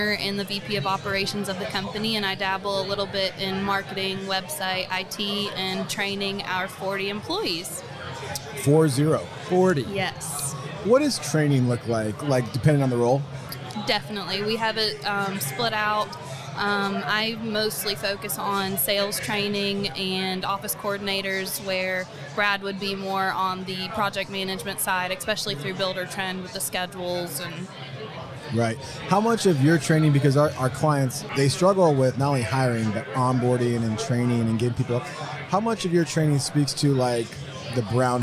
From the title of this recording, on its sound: Live from Buildertrend University